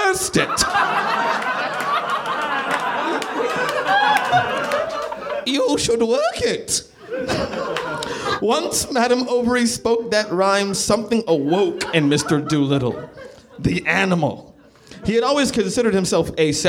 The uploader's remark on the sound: Recorded live at NerdMelt Showroom in LA.